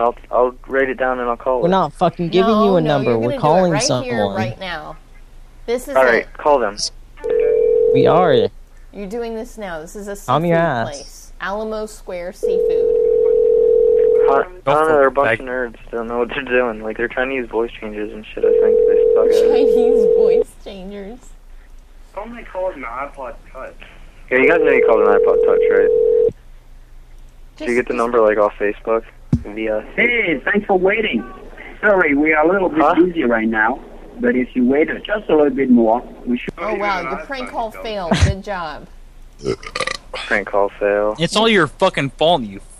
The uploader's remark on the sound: …'s Personal Prank Phone Calls Collection.